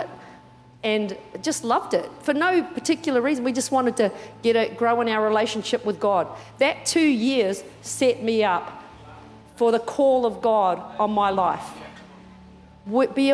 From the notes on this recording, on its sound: Recorded during our 9am service